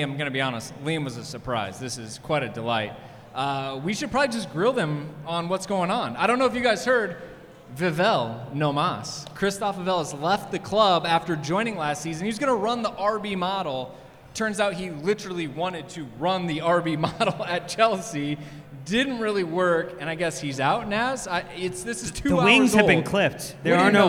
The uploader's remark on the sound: LIVE from Philly